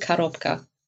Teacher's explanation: Das stimmt, weil natürlich Russisch ein unbetontes O wird wie ein A gesprochen, also Korobka.